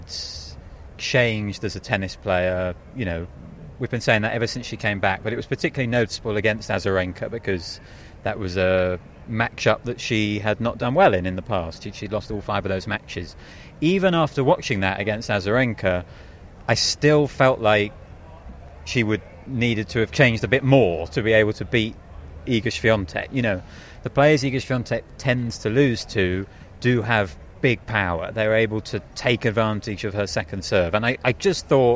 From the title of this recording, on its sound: Live from Wimbledon